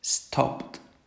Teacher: Añadiéndole una T al último sonido que yo hago en infinitivo. Si el infinitivo es stop, le añado T detrás de esa P, stopped, ¿vale?